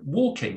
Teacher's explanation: there is no G in most people's pronunciation of, you know, walking · Term: velar nasal sound